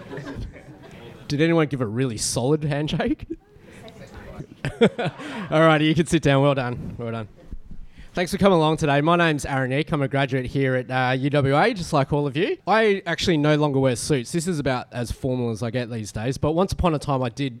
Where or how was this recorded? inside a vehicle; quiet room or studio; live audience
live audience